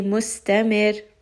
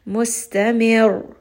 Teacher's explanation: Slightly raise the voice, apply a little bit more pressure. So you can tell that there is more emphasis on the ra than there is for the rest of the word. · Shown in: second take · Mustamir. So apply a little bit of emphasis on the ra. · Term: nabr